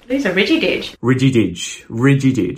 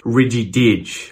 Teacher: I think we would put most of the emphasis on Didge here. · Shown in: second take